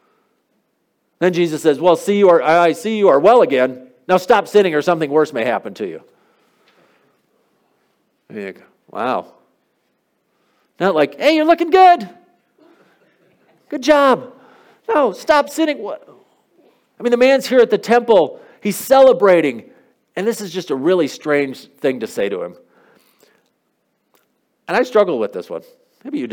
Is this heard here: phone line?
no